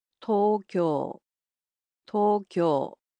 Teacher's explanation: it's similar to English, except the O sounds in it are a bit longer